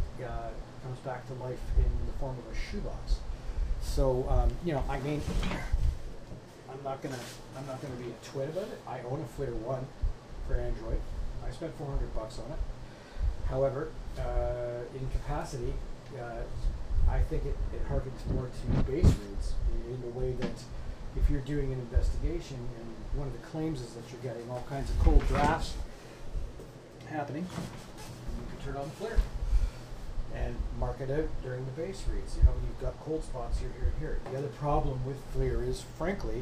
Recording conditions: uneven or low level